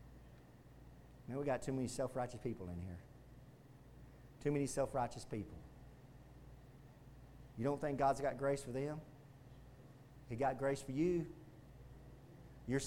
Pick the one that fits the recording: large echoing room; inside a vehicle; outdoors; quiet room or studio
large echoing room